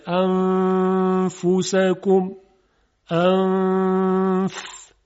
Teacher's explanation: دو حرکت غنه میاریم بعد حرف ف رو میگیم. فقط نکته اینه که ما باید موقعی که میخوایم نون رو اخفا کنیم، حرف بعدی رو هدف بگیریم با دهانمون که تلفظ بکنیم انفسکم.